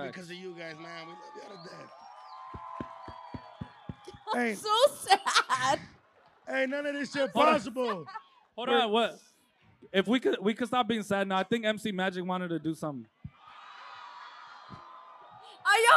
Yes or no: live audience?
yes